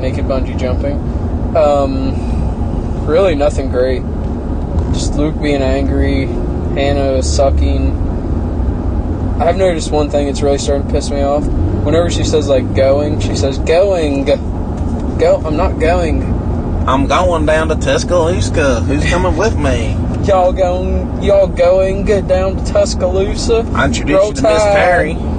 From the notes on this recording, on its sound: This week we take you on the road as we record while traveling to Moes.